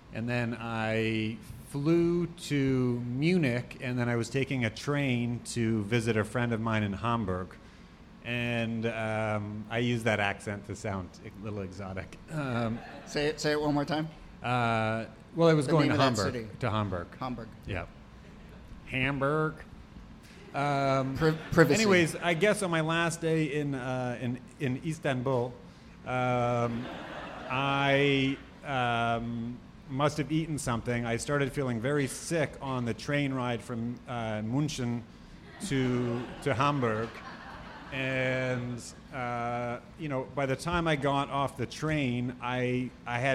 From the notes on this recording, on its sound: Ask Roulette is a conversation series in which strangers ask each other questions on stage. This excerpt is from our May event at Housing Works Bookstore in New York City.